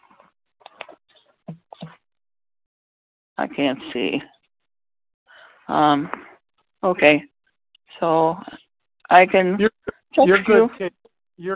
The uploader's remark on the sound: the 100 Pounders Phone Meeting on 11/10/20